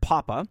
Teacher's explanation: Ah, by the way, is called an open vowel because in order to produce it, you literally have to open your mouth all the way while your tongue and lips don't need to do very much work.